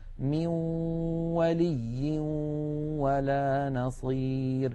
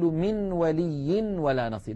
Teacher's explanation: عند الإدغام بغنة يخرج صوتان في آن واحد، واو من الشفتين في المثال الذي معنا، وغنة من الخيشوم · Shown in: first take · مجموع هذين الصوتين يشكل النون المدغمة في الواو.